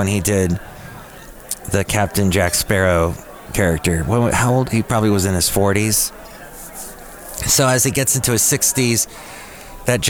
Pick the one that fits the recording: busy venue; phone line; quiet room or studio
busy venue